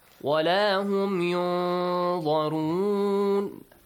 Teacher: The sound of Nun will be hidden. · Term: hiding sound